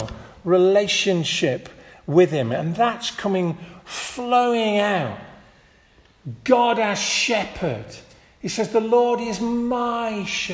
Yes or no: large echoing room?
yes